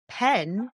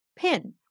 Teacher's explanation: this is an example of a regional variation in language, where the word that I would say pen, P-E-N, sounds more like pin, P-I-N